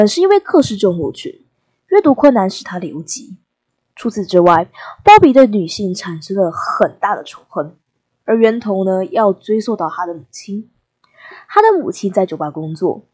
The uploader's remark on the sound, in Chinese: 初次製作，音質不好請見諒。